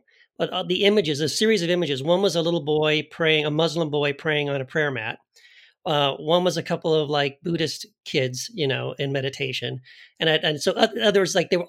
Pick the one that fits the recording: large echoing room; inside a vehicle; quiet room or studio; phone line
quiet room or studio